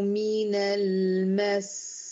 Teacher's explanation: لازم أوضح إن زمن السين أطول من زمن اللام